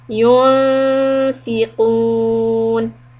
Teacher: we are going to do ikhfa soft, come close to the lips for the letter fa